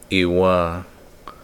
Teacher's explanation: If you placed a glottal stop at the beginning of that word, iwa, no air is flowing through, and it has a completely different meaning.